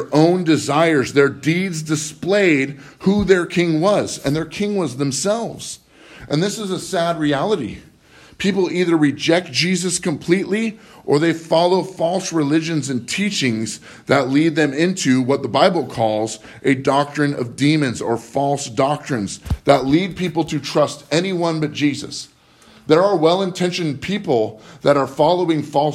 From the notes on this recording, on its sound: Live from Living Word.